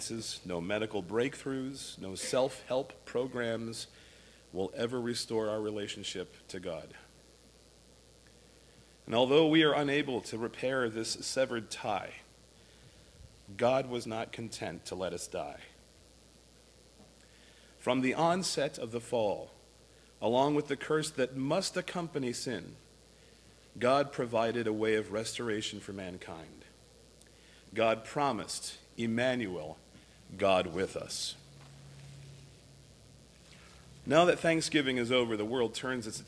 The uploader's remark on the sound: A listing of all of the services recorded at Thornville Baptist Church.